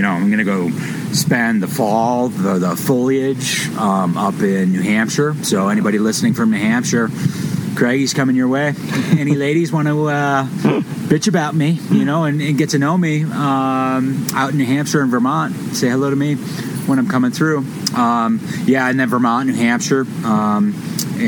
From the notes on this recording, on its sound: Had a chance to record a podcast from camp just north of Crested Butte.